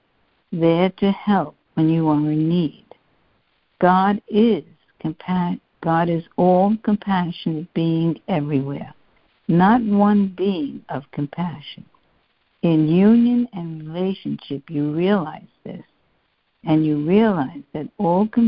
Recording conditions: phone line